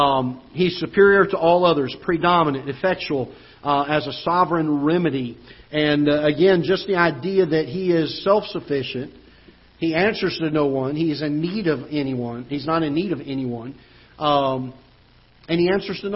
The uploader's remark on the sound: Ketha Heights Baptist Church ~ Live Broadcast